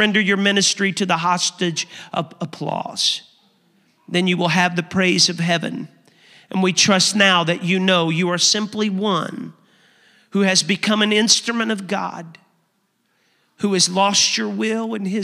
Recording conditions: large echoing room